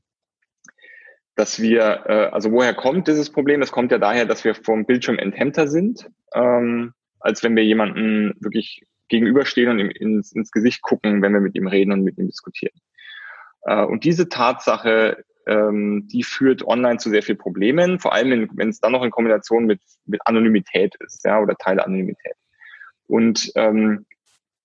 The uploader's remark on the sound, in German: Der Podcast ist dieses Mal der Mitschnitt eines Livestreams des Digital Social Summit, der virtuell in Berlin stattgefunden hat.